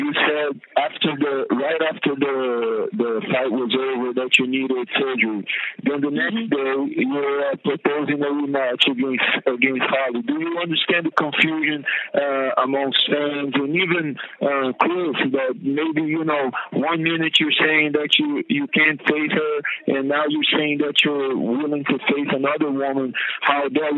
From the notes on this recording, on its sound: Post-UFC 208 Conference Call.